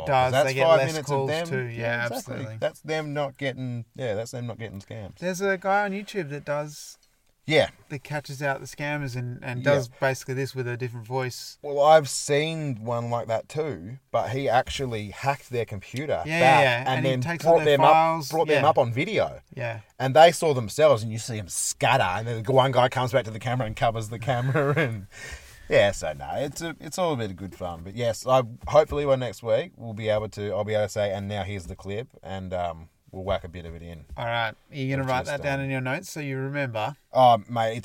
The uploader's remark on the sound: Recorded in the car studio at our second favorite camp spot in the southwest of WA, a pork knuckle slow cooking over the hot coals.